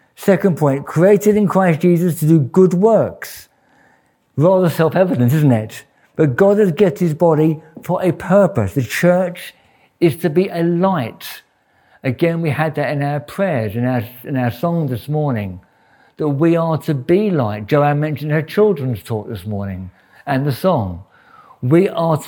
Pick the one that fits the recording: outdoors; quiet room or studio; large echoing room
large echoing room